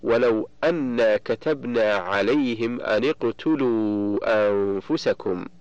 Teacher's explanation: فالنون من أن ساكنة التقت بالقاف وهي ساكنة أيضا، فحركت النون بالكسر للتخلص من التقاء الساكنين